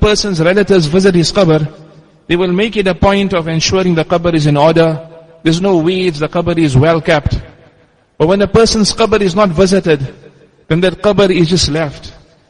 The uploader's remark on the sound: Jumuah lecture at Masjid us Siddique